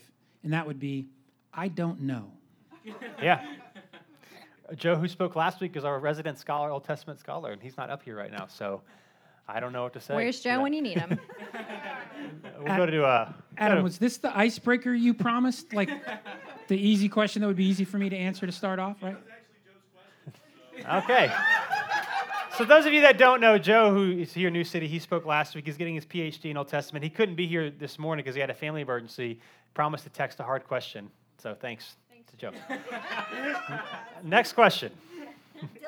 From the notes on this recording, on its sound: Live Q & A Sunday: 2nd Service